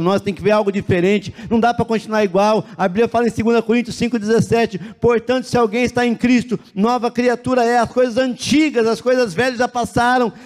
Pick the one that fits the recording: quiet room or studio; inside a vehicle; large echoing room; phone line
large echoing room